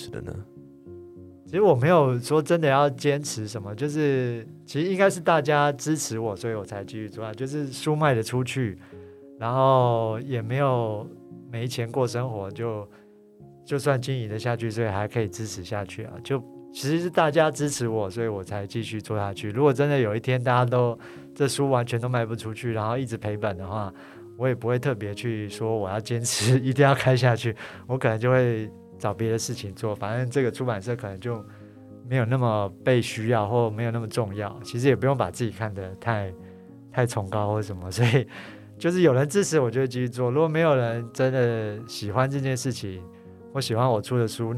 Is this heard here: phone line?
no